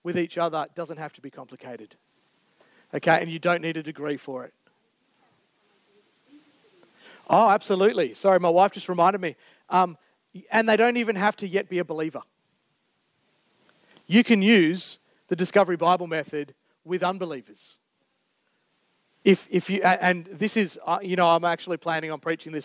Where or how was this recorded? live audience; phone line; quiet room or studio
live audience